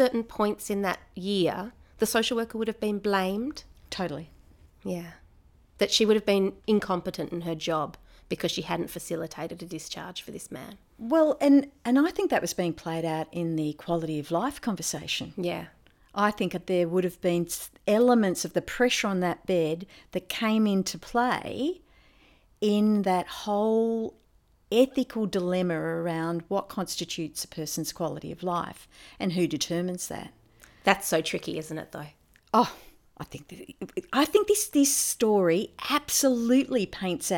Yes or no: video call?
no